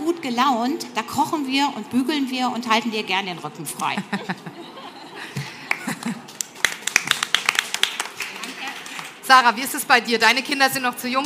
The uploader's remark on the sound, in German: Eine Diskussion im Panel und mit dem Publikum